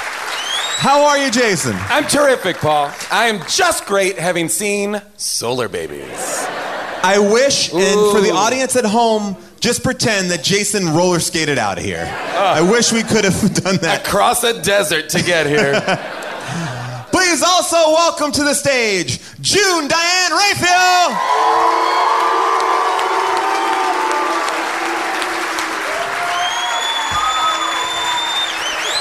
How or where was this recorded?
live audience